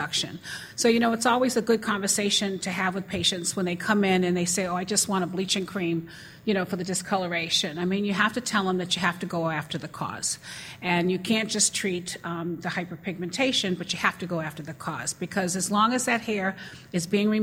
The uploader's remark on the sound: From the SDPA Annual Summer Dermatology Conference 2016, held June 1 – 5 in Austin, Texas.